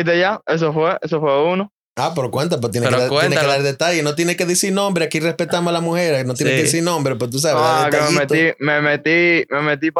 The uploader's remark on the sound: Today we have a sit down with my brother in law and a few friends with an over the phone interview.